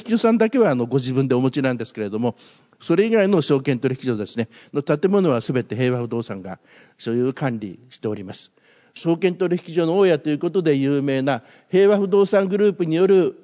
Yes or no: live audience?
yes